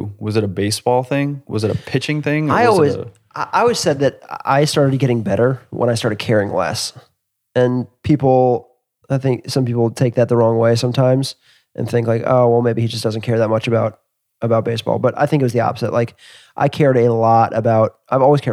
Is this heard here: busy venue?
no